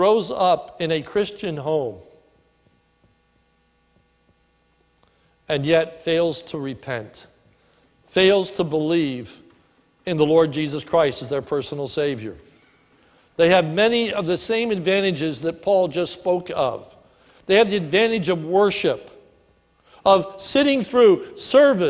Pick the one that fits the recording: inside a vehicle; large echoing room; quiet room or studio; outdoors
large echoing room